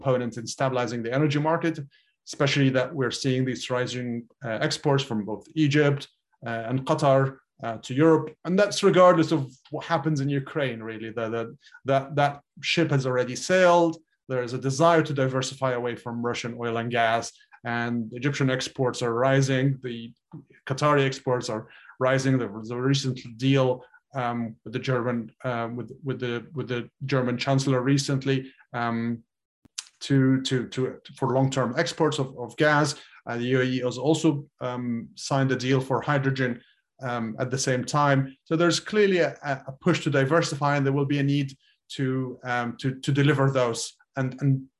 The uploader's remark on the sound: This public talk was conducted online via Zoom